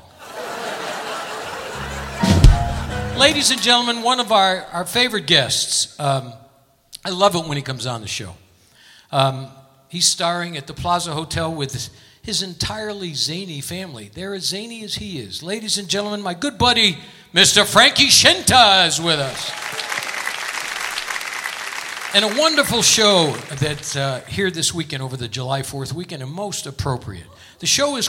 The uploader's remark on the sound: Live at the South Point